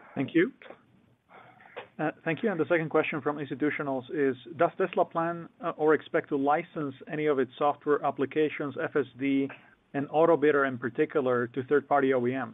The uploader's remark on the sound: Livestream of Tesla's Q4 2020 Financial Results audio conference call.